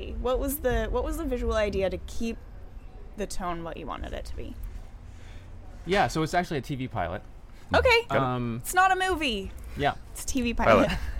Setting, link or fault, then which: setting, busy venue